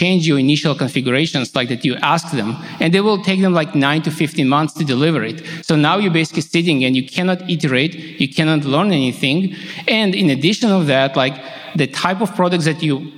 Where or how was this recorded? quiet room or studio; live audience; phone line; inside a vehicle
live audience